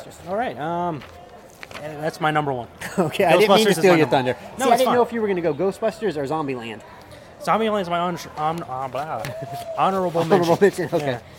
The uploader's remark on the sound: we are broadcasting live from Joe Riley park